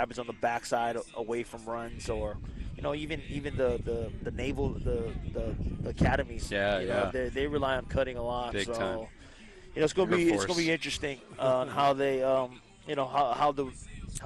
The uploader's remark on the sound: ESPN Honolulu. Live on location at the UH Football Fall practice.